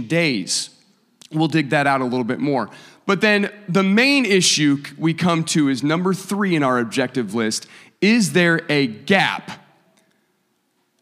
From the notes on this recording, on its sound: a service recording from Connect Point UPC